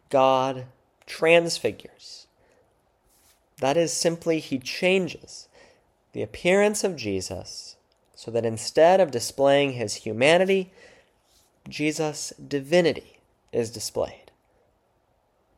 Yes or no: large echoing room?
yes